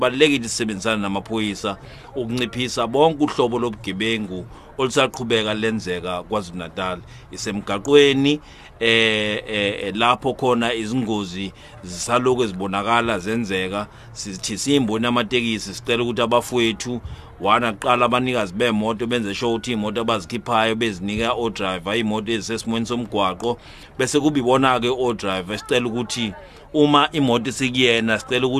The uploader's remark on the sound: interviewed at the festive season launch in durban